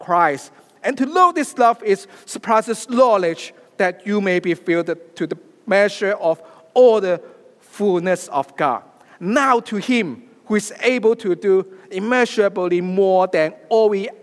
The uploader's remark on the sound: preaches a sermon live from Destiny on 22nd October 2023.